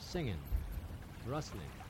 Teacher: Your main problem is that you leave the G's off the end of words entirely.